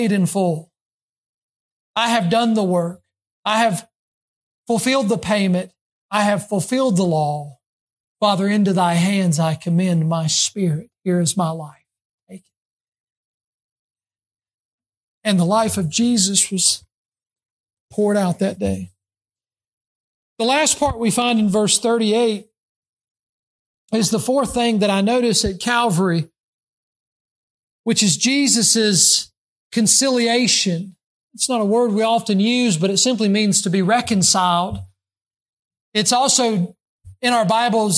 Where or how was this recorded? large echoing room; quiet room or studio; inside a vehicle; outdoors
large echoing room